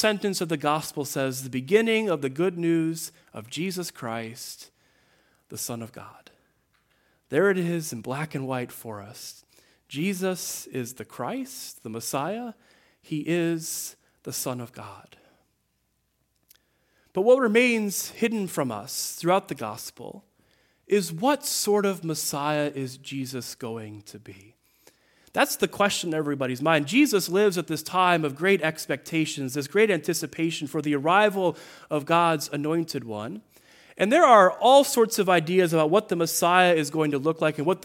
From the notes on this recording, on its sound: The 4th Sunday of Lent at Greenfield Presbyterian Church in Berkley, MI.